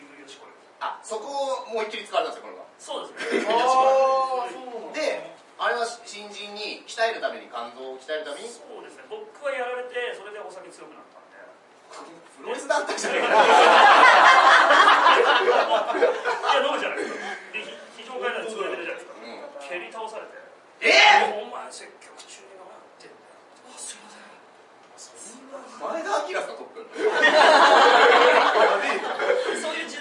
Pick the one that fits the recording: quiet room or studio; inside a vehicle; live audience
live audience